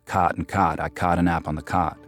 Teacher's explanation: half of Americans rhyme the words C-O-T and the words C-A-U-G-H-T